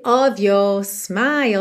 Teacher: aquele padrão do R mais britânico, que é um alongamento da vogal anterior para não ter que ficar enrolando o R of your smile, que acaba cortando um pouco a fluidez do discurso, certo?